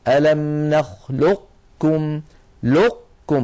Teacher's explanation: ومن العربي من كان يبقي هذه القاف من أيضا من غير قلقلة كما ذكرنا ويدغمها في الكاف إدغاما ناقصا، هكذا ألم نخلقكم لقكم، فيكون إغلاق المخرج على قاف ساكنة من غير قلقلة ويكون الفتح على كاف متحركة